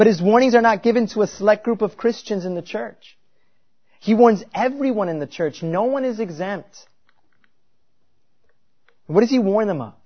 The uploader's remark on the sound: At Covenant Baptist Church in New Berlin, Wisconsin – a confessional Reformed Baptist church.